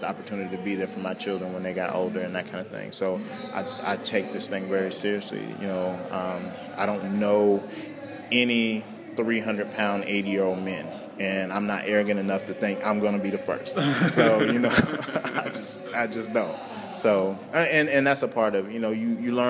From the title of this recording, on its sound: Live at Mount Aloysius College